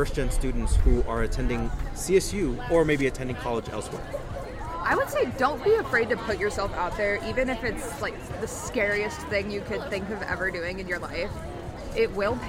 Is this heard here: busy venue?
yes